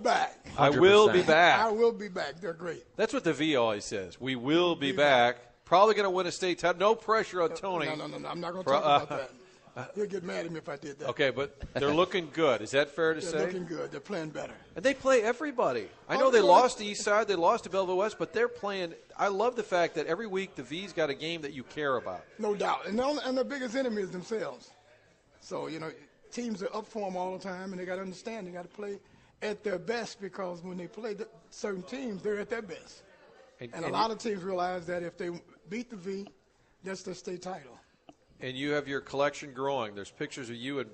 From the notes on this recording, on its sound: broadcasting live from 1860 in Soulard